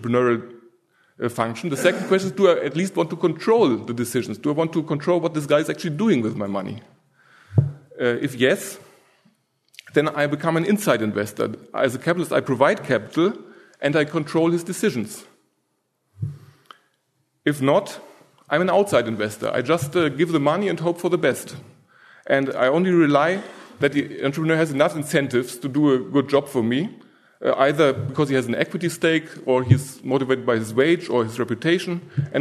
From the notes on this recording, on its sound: From the session on "New Frontiers in Austrian Economics," presented at the Austrian Economics Research Conference. At the Ludwig von Mises Institute in Auburn, Alabama.